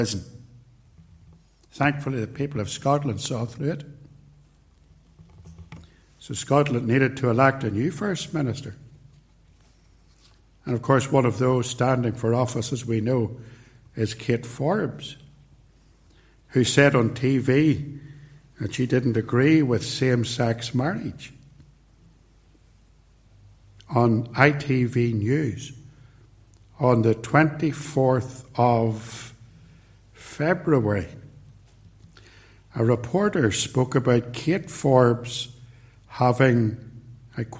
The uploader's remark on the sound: recorded at Templepatrick Reformed Church